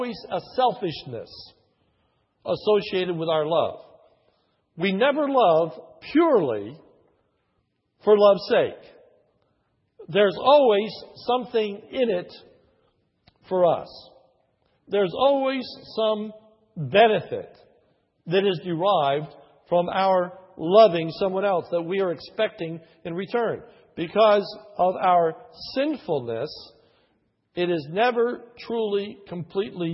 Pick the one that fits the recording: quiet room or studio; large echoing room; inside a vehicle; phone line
large echoing room